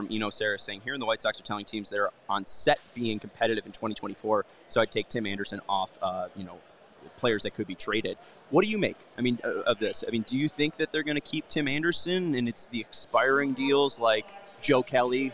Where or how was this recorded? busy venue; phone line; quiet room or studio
busy venue